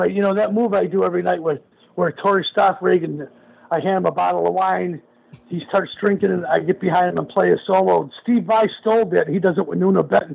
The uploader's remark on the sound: called